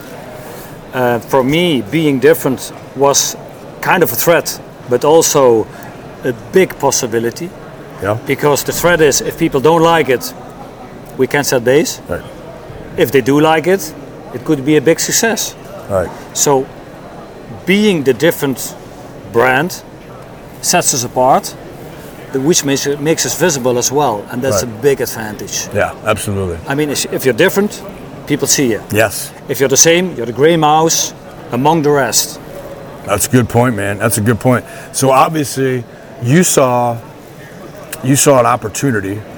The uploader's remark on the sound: LIVE FROM NATDA SHOW IN NASHVILLE